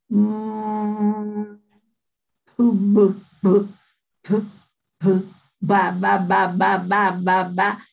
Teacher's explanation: La M, la, P, ¿sí? Y la B. Por eso, son bilabiales.